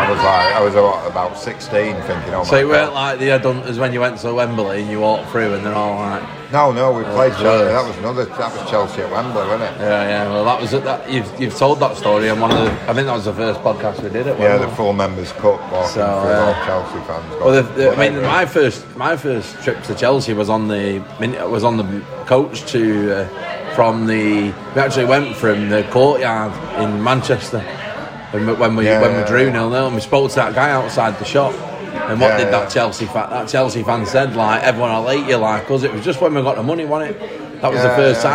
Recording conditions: phone or laptop microphone